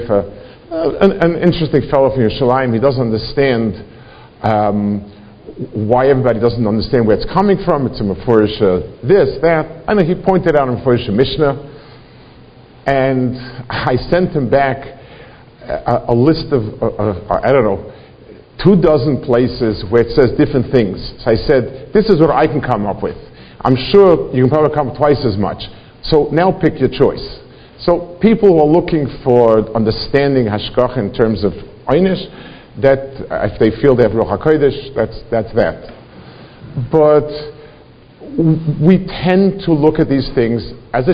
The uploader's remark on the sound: Delivered in Congregation Shmorei Torah, Fair Lawn, NJ.